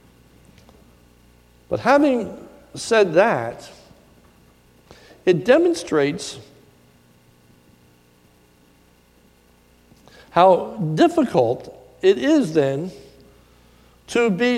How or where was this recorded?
large echoing room